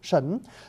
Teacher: Chữ thần này tiếng Hán đọc ba âm khác nhau. Chữ thần là ông thần mình thờ, đọc là sẩn, là âm SH quý vị, sẩn.